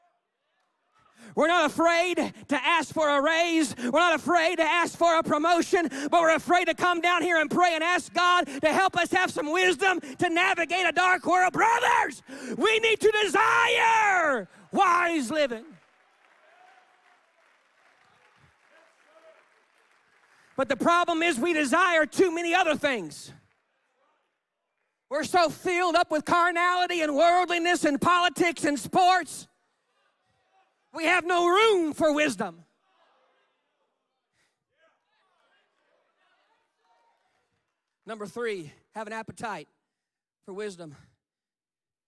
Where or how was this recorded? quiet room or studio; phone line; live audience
live audience